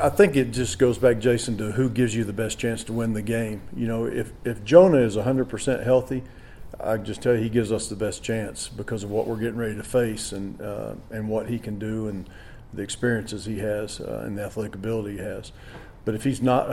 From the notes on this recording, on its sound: Full audio from the weekly press conference